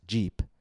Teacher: when we say j, as in the words jeep, we use our vocal cords. Our vocal folds vibrate. In future podcasts, we'll practice saying and hearing the difference between these two sounds, as in the words jeep and cheap. · Term: voiced